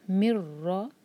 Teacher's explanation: مین کا جو نون ہے اس کو نہیں پڑھیں گے، مین کو را سے سیدھا کنیکٹ کریں گے اور را ہیوی ہوگا. مر را، را کو با سے جوڑیں گے، با بشدہ ہے.